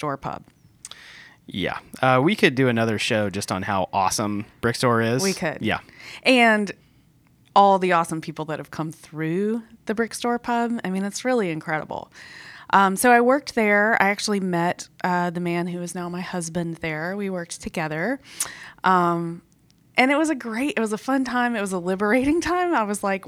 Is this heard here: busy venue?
no